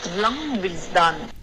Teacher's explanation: Laundry 这个 dr 的浊音没发出来